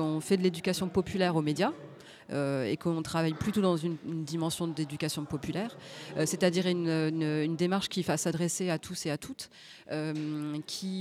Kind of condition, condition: setting, busy venue